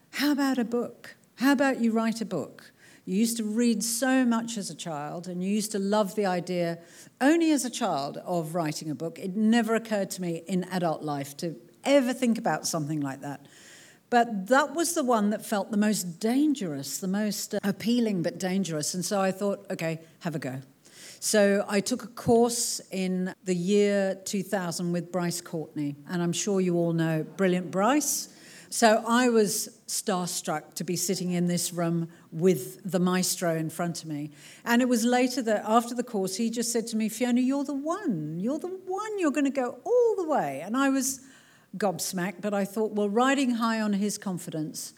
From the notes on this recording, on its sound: This talk was recorded at the Marion Cultural Centre in front of a packed out crowd of people.